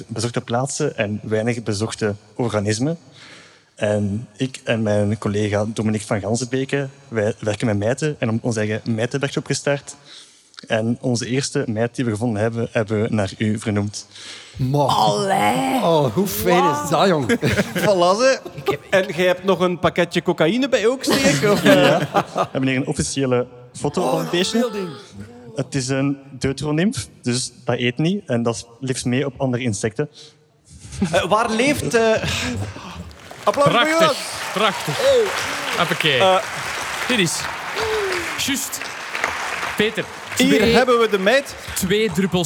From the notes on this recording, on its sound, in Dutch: Live op DS Podcastfestival. Een Nerdland special live op het Standaard Podcastfestival.